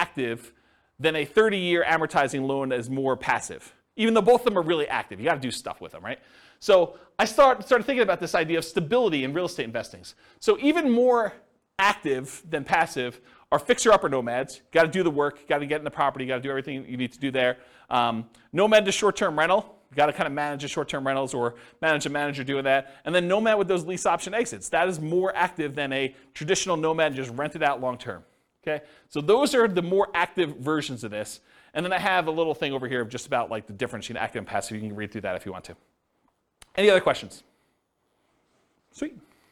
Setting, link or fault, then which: setting, live audience